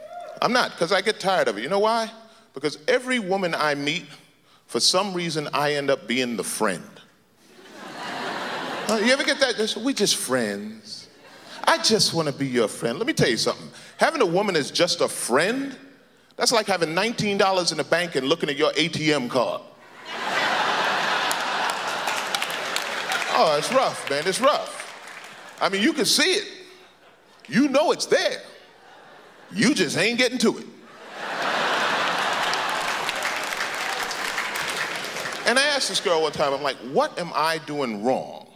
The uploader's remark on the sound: Stand Up - 1999. Brings his cynical musings to the 1999 Just for Laughs Festival in Montreal.